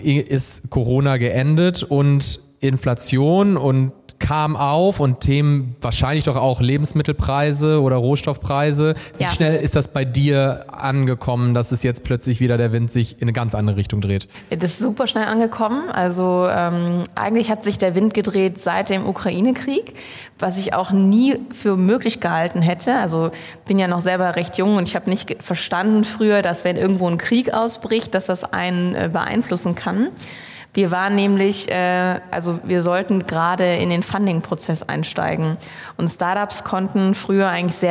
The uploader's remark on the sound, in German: Diese Folge des K5 Commerce Cast wurde live auf dem K5 MEETup in Köln aufgenommen.